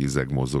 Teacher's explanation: az első fele az nem kerek magánhangzókat, a második fele meg kerekített magánhangzókat tartalmaz.